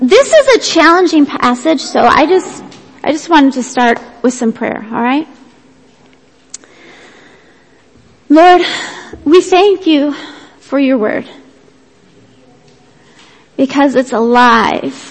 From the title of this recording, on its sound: Worship Service - Audio